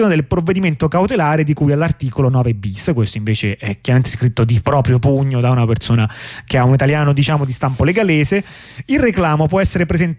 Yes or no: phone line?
yes